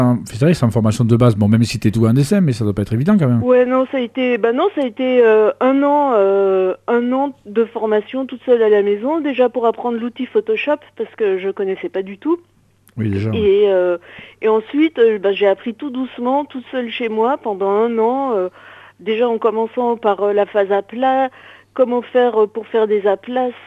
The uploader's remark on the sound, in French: Reçoit par téléphone 2 coloristes.